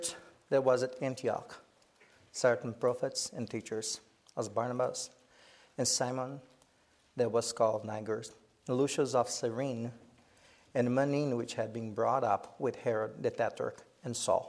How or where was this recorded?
large echoing room